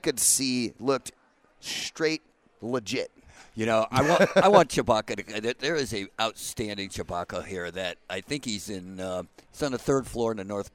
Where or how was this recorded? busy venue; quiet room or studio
busy venue